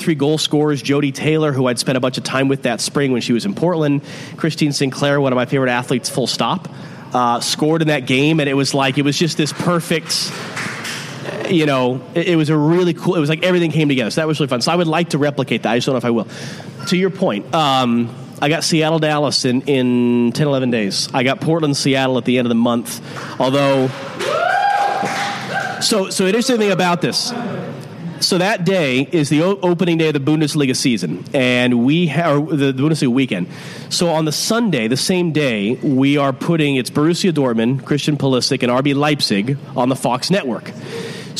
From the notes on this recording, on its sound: At Civic Taproom in Portland.